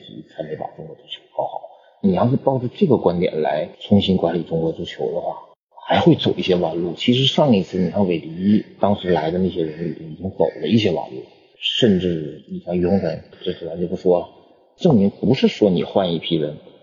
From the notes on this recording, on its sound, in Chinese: 因为主播感冒，以及录音环境的问题，本期录音质量欠佳。